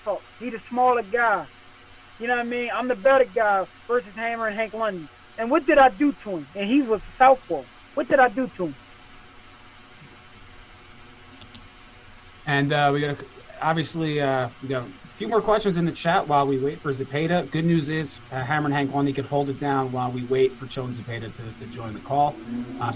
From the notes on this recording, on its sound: Media Conference.